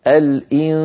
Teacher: نبقي هذا الصوت الفموي ضعيفا، والصوت الأقوى هو صوت الغنة